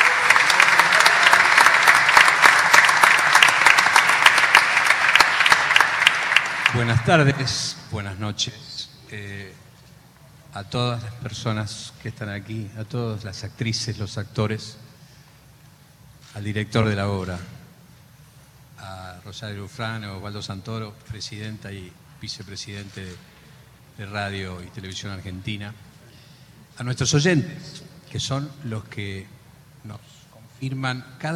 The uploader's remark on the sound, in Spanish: Celebró este miércoles sus 73 años al aire en el Centro Cultural Kirchner. Ante un auditorio colmado, un elenco de primeras figuras.